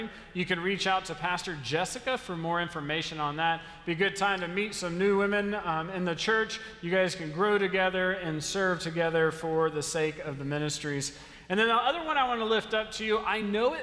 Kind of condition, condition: setting, large echoing room